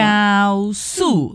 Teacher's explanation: 即系铁路嗰个高速个高咧系平嘅第一声，哦系高速，但系个速咧就系四声，系跌落去嘅 · Term: 声调